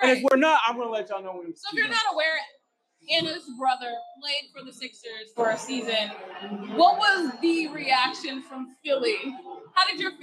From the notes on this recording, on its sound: LIVE from The Greatest Bar in Boston